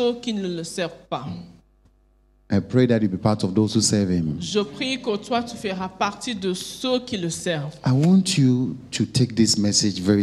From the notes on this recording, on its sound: Preached during Joyful Hour Sunday Service Rabat